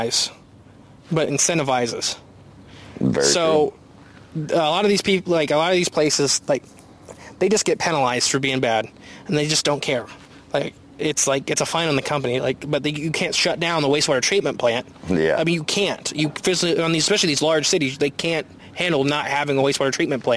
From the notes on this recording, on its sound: Live at the Lake! We do this ep live at the like with a very special guest!